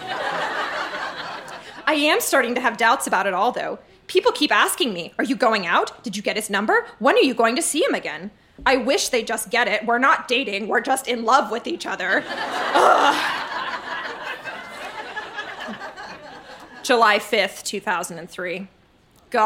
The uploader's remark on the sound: Recorded live in Vancouver, BC.